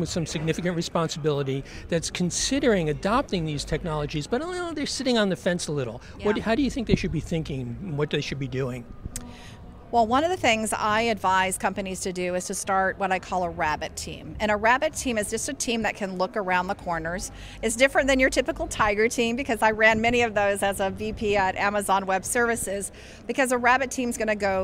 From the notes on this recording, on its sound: At the Outer Edge LA 2023 Conference in Los Angeles